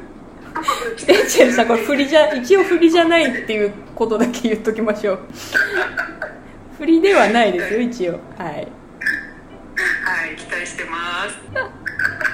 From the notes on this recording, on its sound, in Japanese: カラオケルームで収録しているため、音声がいつもより聞きづらいかと思います…ごめんなさいー